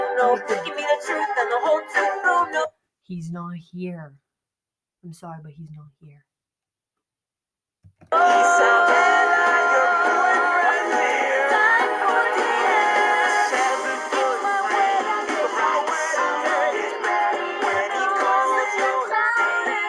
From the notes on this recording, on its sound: Sorry for the audio....really bad.